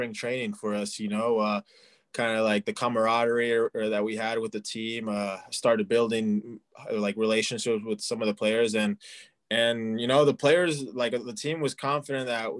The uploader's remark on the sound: on Zoom